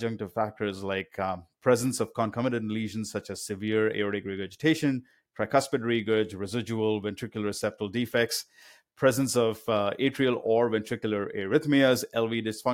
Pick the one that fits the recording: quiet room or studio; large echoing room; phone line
quiet room or studio